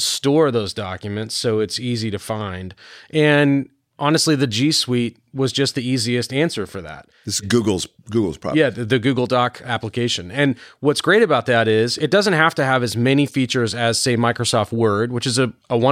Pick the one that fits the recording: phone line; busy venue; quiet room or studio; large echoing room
quiet room or studio